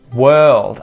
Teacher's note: Again, I'm not pronouncing that R. World. It sounds like world, as in you whirl something around.